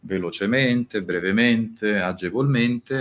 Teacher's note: tutti gli avverbi in mente sono sempre con la E chiusa